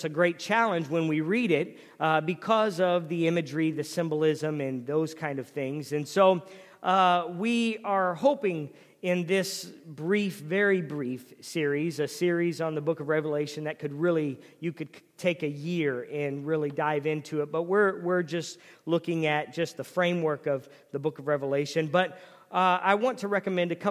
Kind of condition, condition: setting, large echoing room